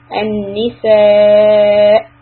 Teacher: stopping on Hamza, you have a little hiccup, so you cut off the sound